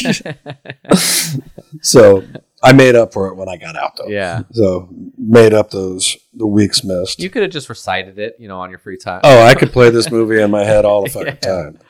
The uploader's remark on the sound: We apologize for the poor audio quality in this episode.